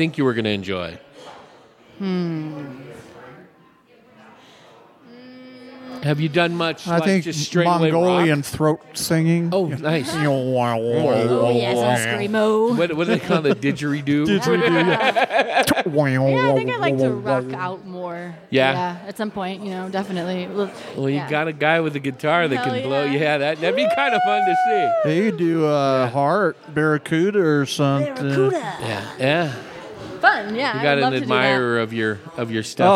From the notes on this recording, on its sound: Live from the Hassayampa Inn. Recorded at Hassayampa Inn in Prescott, AZ.